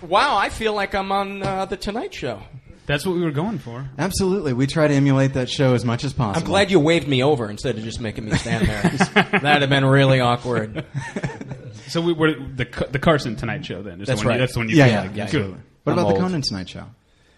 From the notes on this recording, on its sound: live at Meltdown Comics